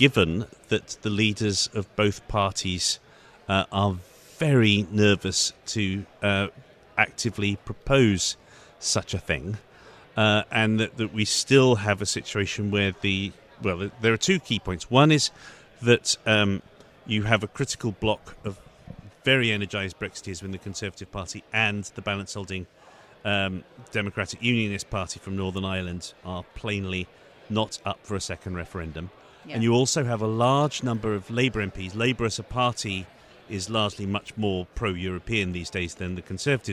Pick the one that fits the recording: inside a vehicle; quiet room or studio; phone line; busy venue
busy venue